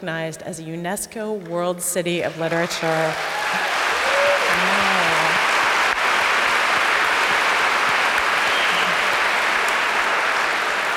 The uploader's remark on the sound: This Seattle Arts & Lectures event took place at Benaroya Hall on November 28.